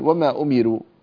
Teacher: هذه الراء راء مرققة لأنها مضمومة وقبلها مكسور عند ورش